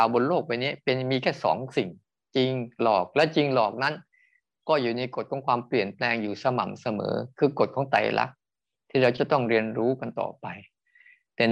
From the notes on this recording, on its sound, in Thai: คอร์สออนไลน์ (ผ่านโปรแกรม Zoom)